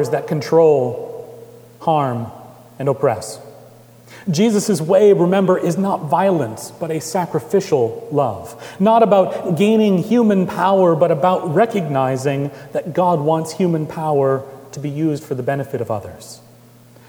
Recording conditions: large echoing room